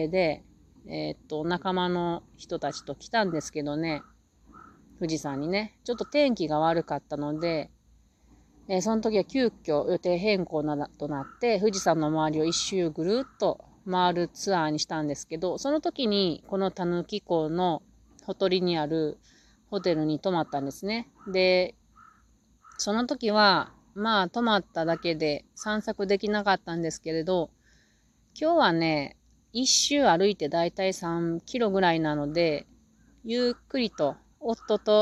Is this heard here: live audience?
no